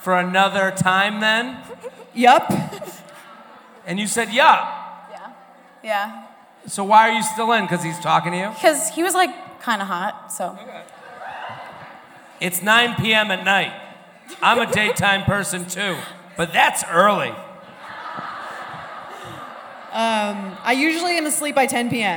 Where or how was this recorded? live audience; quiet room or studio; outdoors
live audience